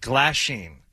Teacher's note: You put the emphasis on the first syllable.